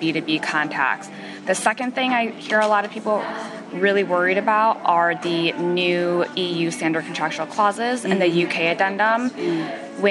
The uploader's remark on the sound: Live interviews from the show floor at the IAPP's P.S.R.